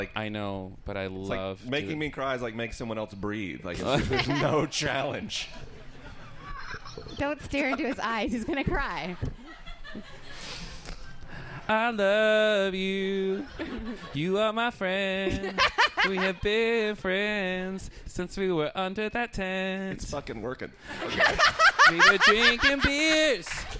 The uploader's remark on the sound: Live at WGF'19